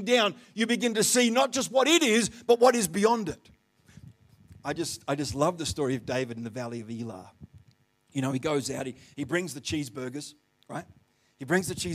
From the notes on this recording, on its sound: The live stream of Destiny Church Atherton